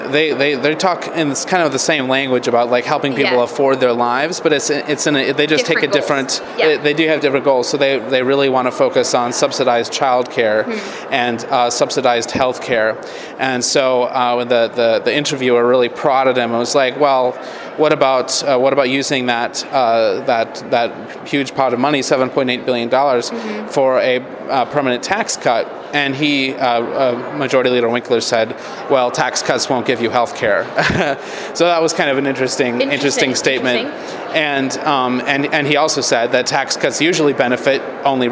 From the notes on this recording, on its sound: broadcast live from the Minnesota State Capitol!